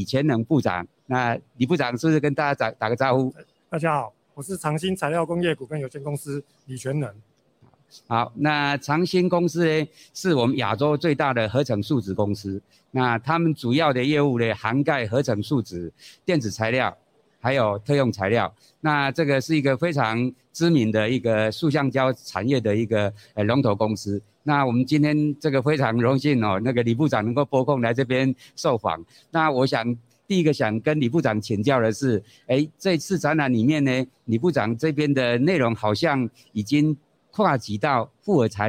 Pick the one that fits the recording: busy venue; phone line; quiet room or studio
busy venue